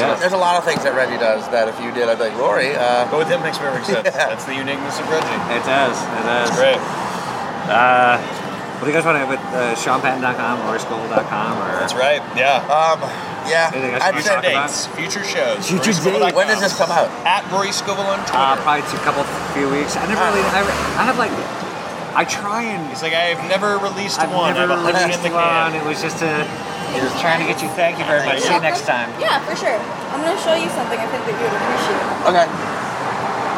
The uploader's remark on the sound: At The Larchmont Tavern. At Larchmont Tavern.